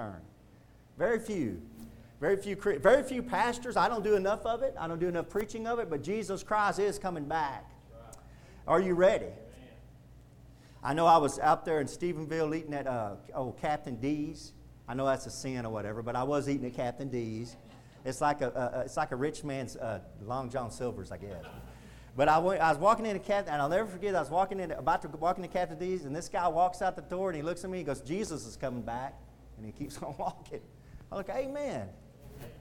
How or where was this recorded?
large echoing room